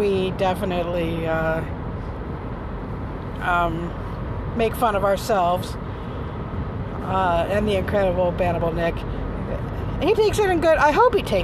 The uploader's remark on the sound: talks to herself in the car